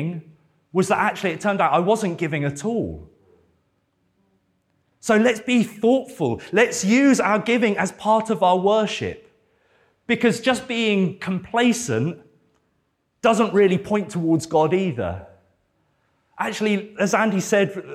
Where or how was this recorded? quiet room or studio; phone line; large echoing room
large echoing room